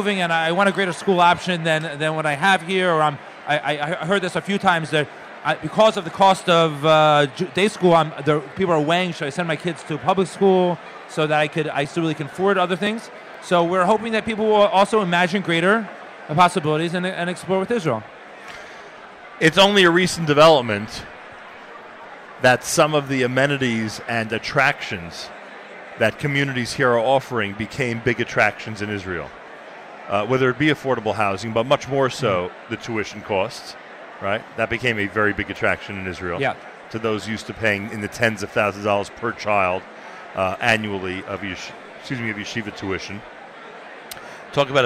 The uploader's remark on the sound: NSN Broadcasts Live from the 6th Annual OU Jewish Communities Home & Job Relocation Fair.